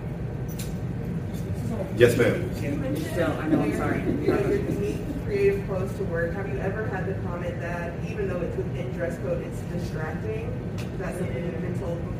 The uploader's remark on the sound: Fandom, Fashion, and the Future panel from Blerdcon 2022.